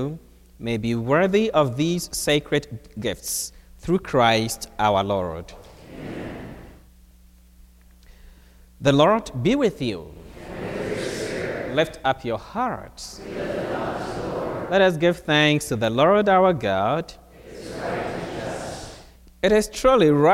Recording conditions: large echoing room